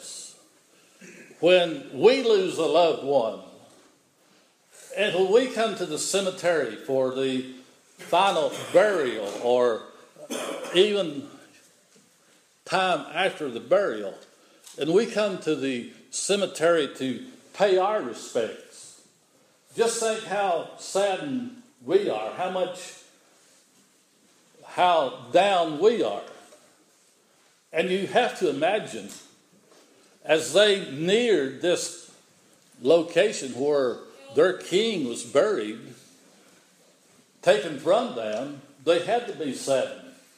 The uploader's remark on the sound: The following is an audio recording of the Sunday morning worship service on March 27, 2016 at Persia United Methodist Church in Rogersville, TN.